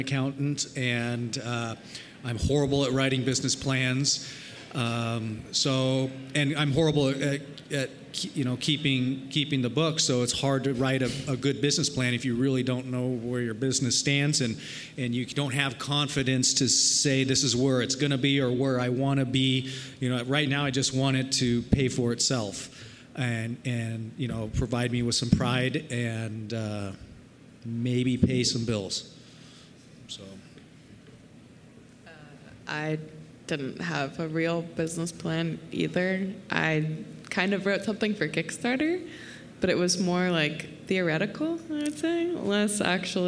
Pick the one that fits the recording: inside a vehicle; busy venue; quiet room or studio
busy venue